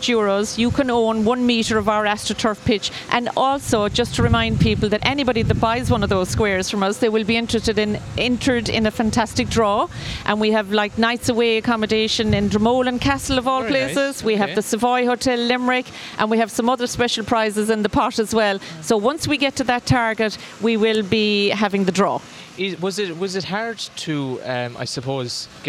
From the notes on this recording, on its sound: Interview as part SBCR live OB programmes of Live at the Green during the Scariff Harbour Festival weekend on Saturday 5th August.